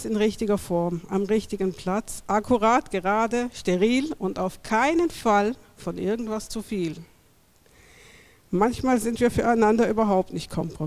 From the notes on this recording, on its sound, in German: Mitschnitt der Veranstaltung am 10.12.2022 in der Aula der Gertrud-Luckner-Gewerbeschule